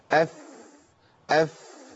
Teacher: أطراف الثنايا العليا مع باطن الشفة السفلى، شوفوا دي أطراف الثنايا العليا اللي هي دي، بتنزل في باطن دي الشفة السفلى، بتنزل في باطن الشفة السفلى كده الهيئة دي، أف أف آه. · Term: مخرج الفاء